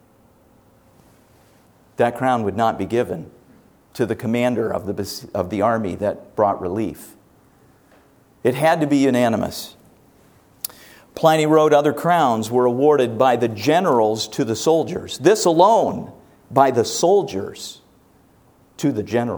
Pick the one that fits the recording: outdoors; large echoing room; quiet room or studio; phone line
large echoing room